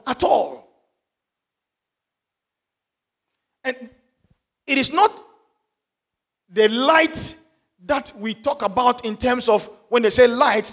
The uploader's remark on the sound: Sermon preached at CBC Shiashie Campus